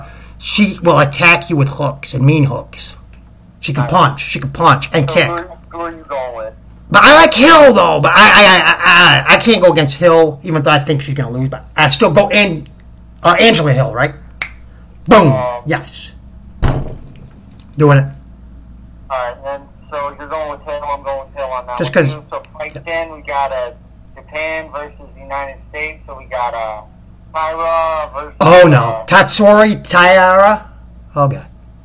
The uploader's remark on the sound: The Audio will get fixed hopefully soon